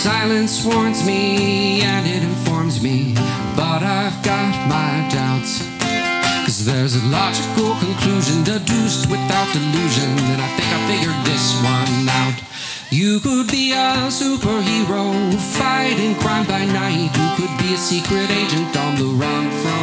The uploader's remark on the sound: Recorded live at Late at the Lake, at Mozart's Coffee Roasters in Austin, Texas on Tuesday, May 30th, 2023, outdoors on our main stage.